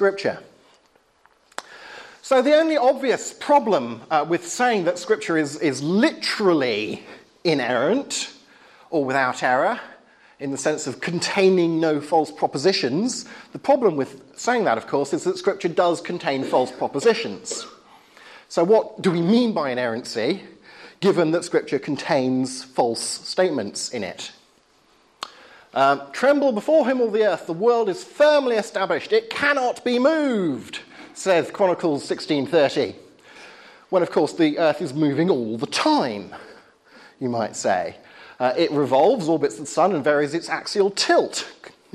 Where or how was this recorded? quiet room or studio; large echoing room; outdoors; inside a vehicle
large echoing room